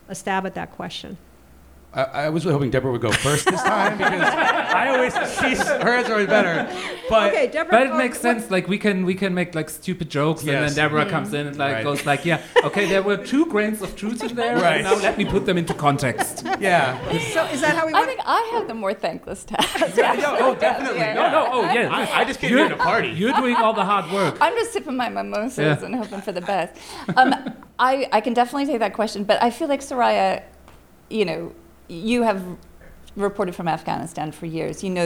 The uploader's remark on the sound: The opening event of Podfest Berlin 2021. This show was recorded live at Comedy Café Berlin.